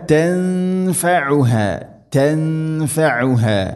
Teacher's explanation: തൻഫഉഹ ഐന ഹ, മഖ്റജുകൾ ശ്രദ്ധിക്കുക. ഐന തൊണ്ടയുടെ മധ്യഭാഗം, ഹ തൊണ്ടയുടെ താഴെ ഭാഗം.